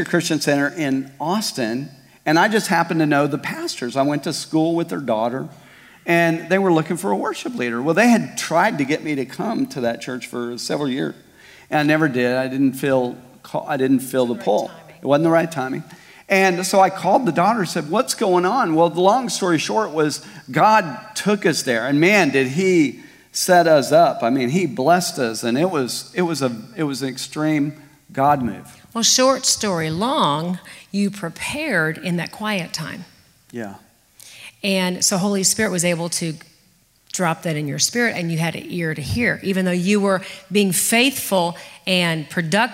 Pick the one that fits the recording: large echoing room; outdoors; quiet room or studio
large echoing room